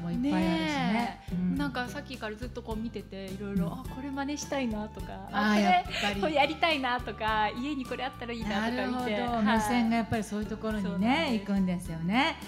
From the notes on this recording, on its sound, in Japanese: 公開収録